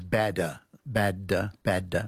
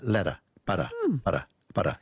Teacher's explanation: All your tongue does is bounce off the roof of your mouth, and it's called a flap in linguistics, because instead of making a real D, it's just this kind of a quick bounce, ladder, butter, butter, butter.